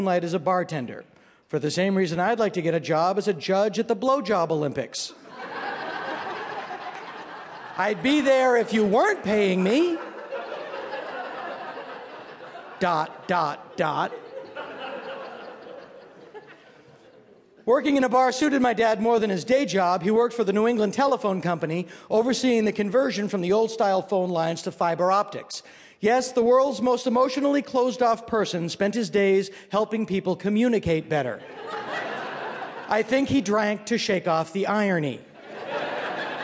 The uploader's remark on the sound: This piece was recorded at Un-Cabaret's series "Say the Word", featuring great comedy writers reading their own original first-person nonfiction at the Skirball Cultural Center in Los Angeles.